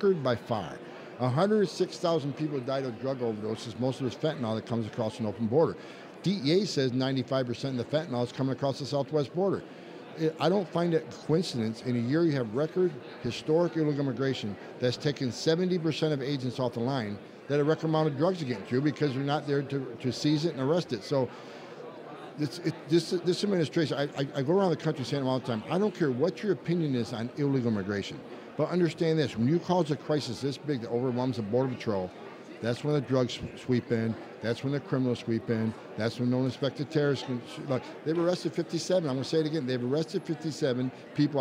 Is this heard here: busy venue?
yes